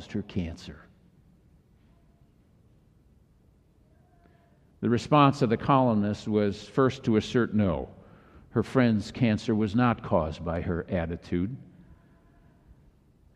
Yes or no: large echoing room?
yes